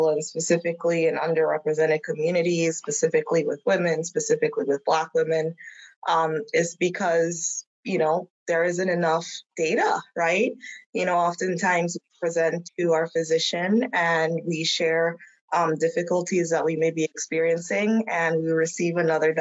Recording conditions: video call